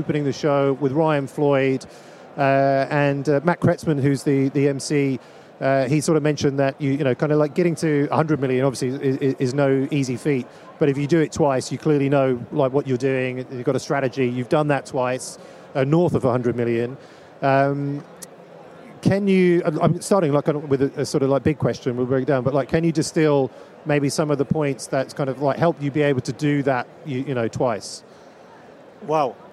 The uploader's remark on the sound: live from the #SaaStock2023 Podcast Stage